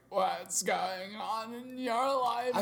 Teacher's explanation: she's got deep vocal fry